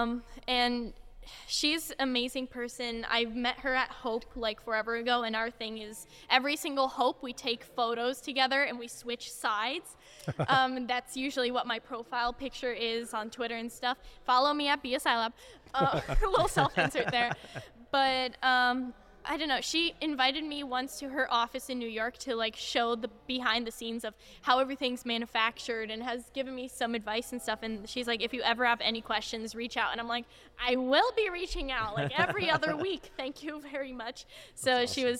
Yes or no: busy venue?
yes